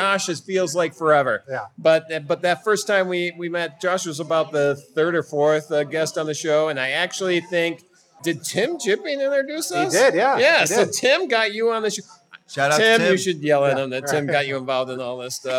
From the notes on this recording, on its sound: live from The Beer Temple in Chicago